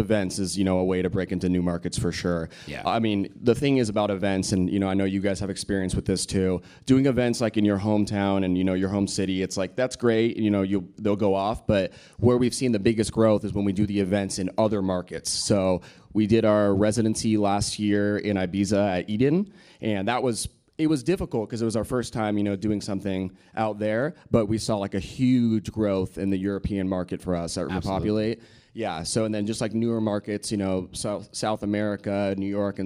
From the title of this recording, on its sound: Live from ADE